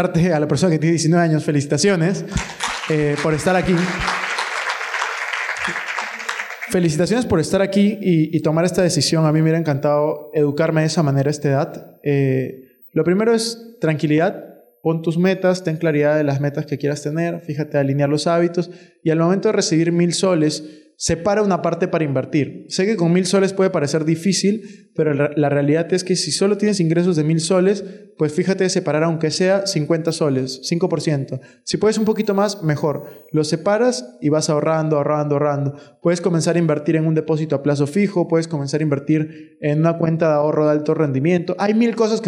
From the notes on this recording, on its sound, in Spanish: PODCAST EN VIVO. Episodio grabado en vivo junto a los participantes de mi último evento.